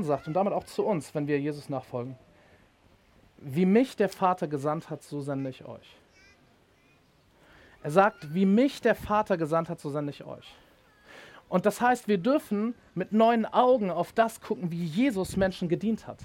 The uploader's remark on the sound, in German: Predigt im Rahmen des GreifBar+ Gottesdienstes.